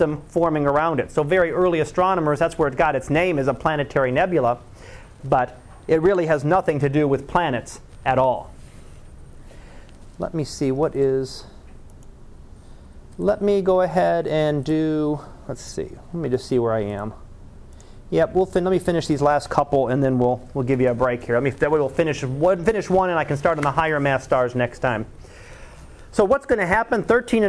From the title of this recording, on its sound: Live Class Lecture